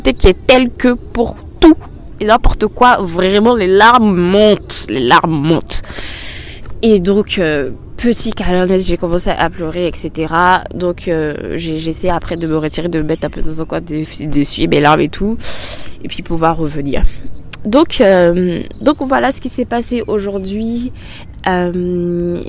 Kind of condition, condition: setting, outdoors